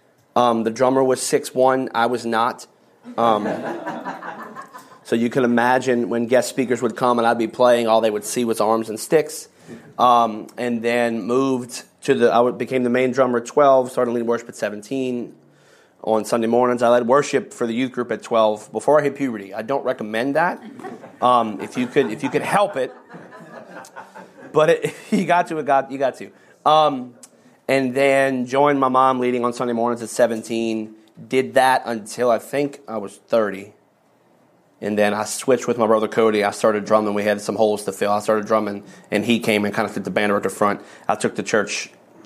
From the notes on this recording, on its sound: Every February, pastors and leaders from around the country gather together at our leadership conference for dynamic teaching, powerful worship, impartation, ministry, and covenant relationships. One of the recordings from our 2023 Leadership Conference.